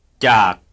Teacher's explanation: What is the pitch contour? It's low falling.